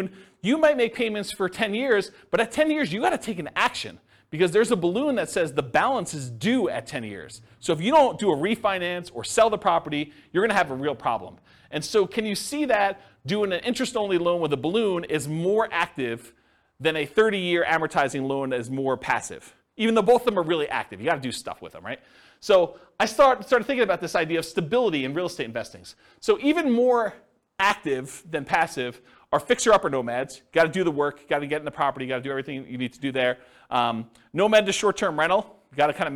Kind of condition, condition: setting, live audience